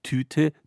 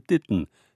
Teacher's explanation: In Bayern gibt es, ähnlich wie in den romanischen Ländern, allen voran Italien, keine harten Verschlusslaute TKP. · Shown in: second take